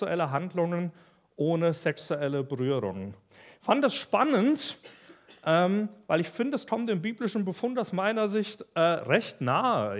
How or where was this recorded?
large echoing room